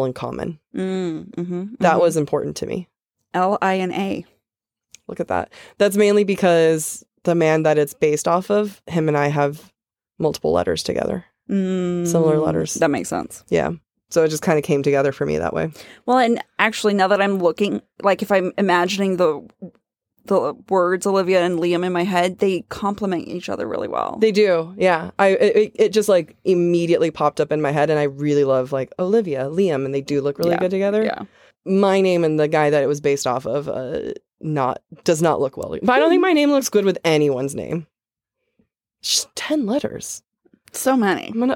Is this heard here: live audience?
no